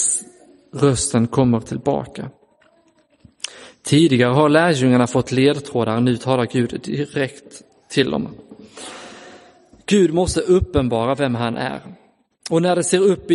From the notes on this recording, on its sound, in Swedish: Inspelad i Roseniuskyrkan den 14 augusti 2022.